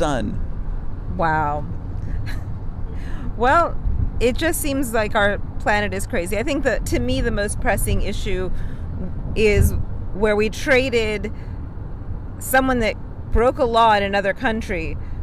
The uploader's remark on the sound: This is a conversation we had in the car coming home from a short vacation.